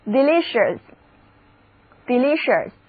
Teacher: 字母 E 和第一个字母 I 的读音都是短而且急促的 E，重音第二个音节